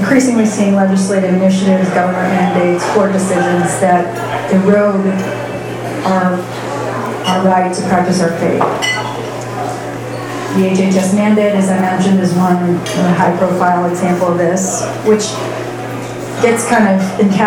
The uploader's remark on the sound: Arlington TOT is held on the 2nd Monday of each month at O'Sullivan's Irish Pub located at 3207 Washington Blvd., in Arlington, VA.